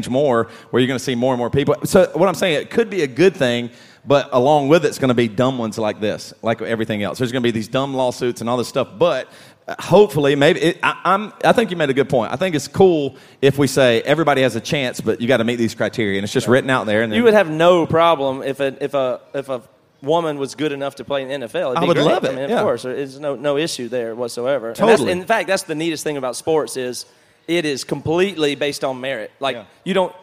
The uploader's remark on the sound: Live at AudioFeed Festival